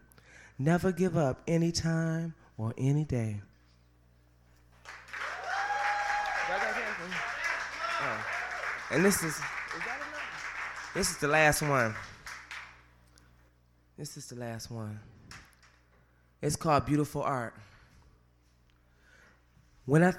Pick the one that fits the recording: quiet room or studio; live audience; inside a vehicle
live audience